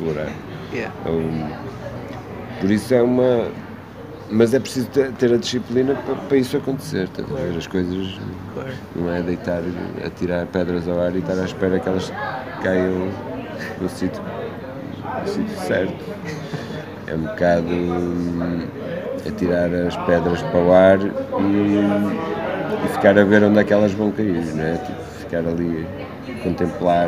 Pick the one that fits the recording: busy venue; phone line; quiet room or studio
busy venue